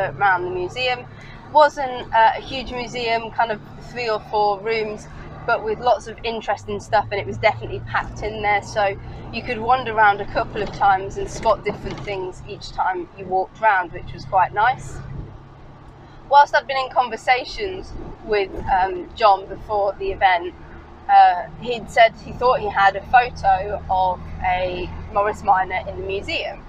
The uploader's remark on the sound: all recorded from my 1968 Morris Minor, Peggy